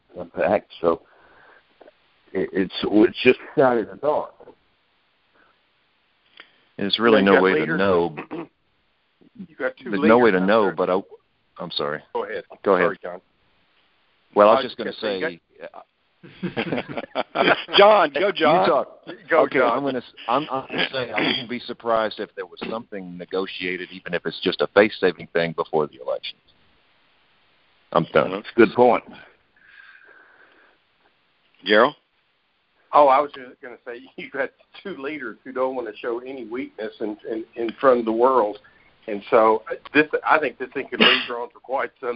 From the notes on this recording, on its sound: Monthly Conference Call On Cotton.